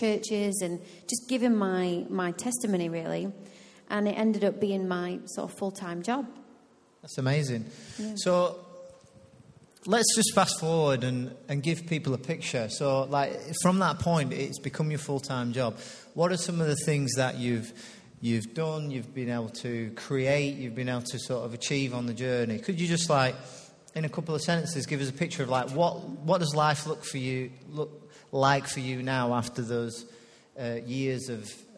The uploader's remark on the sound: Recorded live at Life Church Lancashire